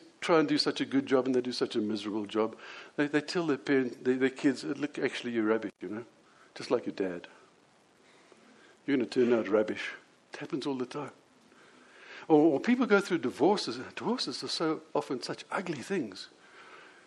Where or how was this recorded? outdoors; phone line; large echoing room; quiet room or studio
large echoing room